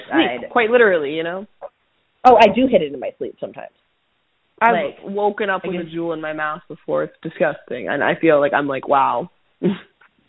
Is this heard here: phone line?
yes